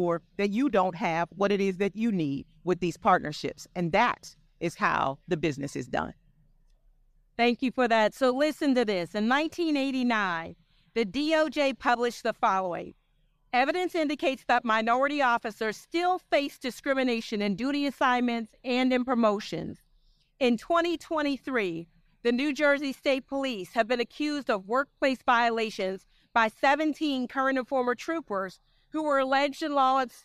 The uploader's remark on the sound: We spent time at the 47th NOBLE Training Conference and Exhibition in Cleveland and held several live podcast recordings.